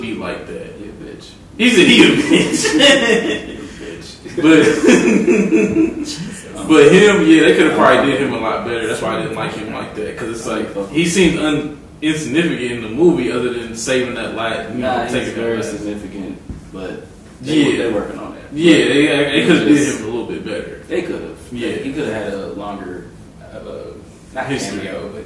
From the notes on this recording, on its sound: Sorry about the audio